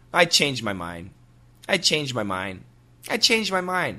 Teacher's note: You do not hear the D.